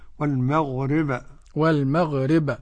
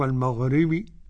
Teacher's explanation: والمغرب ونلاحظ القلقلة، وبينا مقلقلا إن سكن وإن يكن في الوقف كان أبينا، والقلقلة جهة الفتح كما تلقينا عن شيوخنا · Shown in: first take · والمغرب والمغرب مش والمغربي.